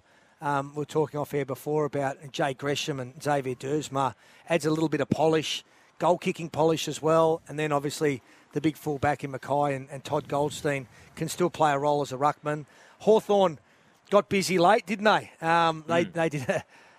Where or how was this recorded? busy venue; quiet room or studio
busy venue